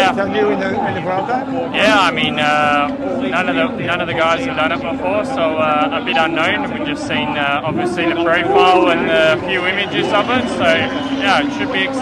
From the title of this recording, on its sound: Live from an epic stage 6 at the Vuelta